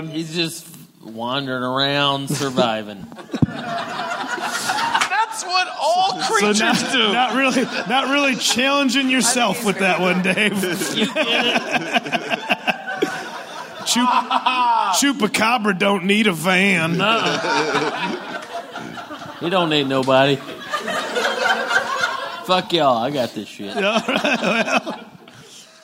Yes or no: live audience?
yes